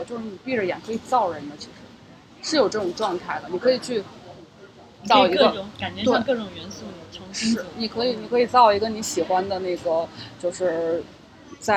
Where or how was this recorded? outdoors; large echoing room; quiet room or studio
outdoors